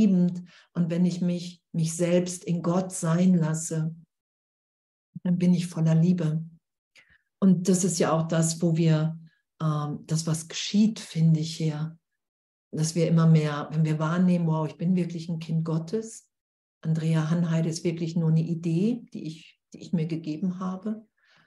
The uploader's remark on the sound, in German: Zoom-Session bei Aleph.